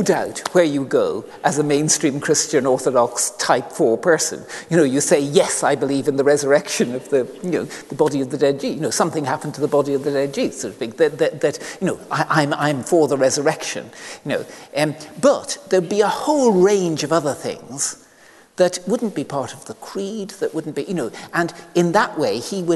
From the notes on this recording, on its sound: This lecture was recorded as part of the Generous Orthodoxy Lecture Series – a collaboration between St Mellitus College and the McDonald Agape Foundation.